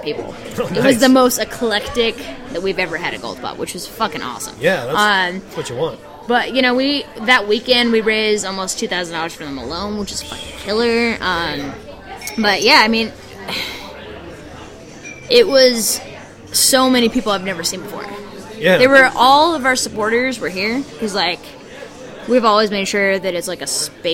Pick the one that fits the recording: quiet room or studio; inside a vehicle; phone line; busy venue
busy venue